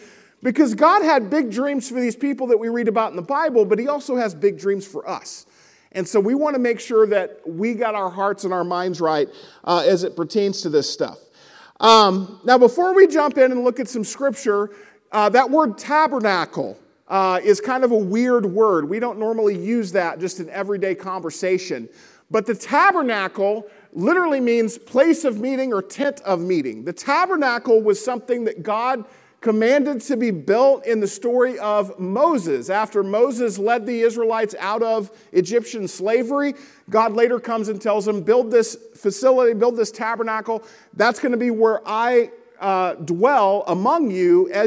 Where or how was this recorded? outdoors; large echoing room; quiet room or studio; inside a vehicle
large echoing room